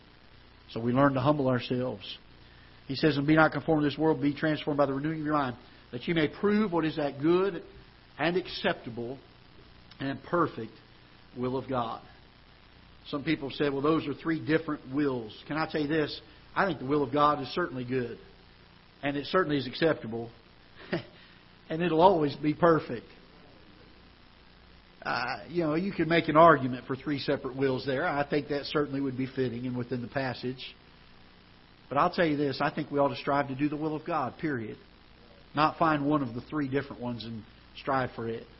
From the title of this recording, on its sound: Ketha Heights Baptist Church ~ Live Broadcast